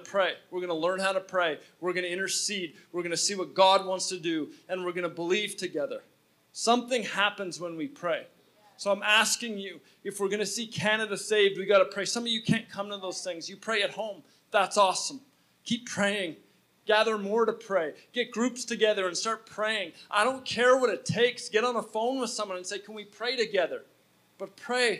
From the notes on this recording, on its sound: at Resurgence Edmonton on October 5, 2019 at Champion City Church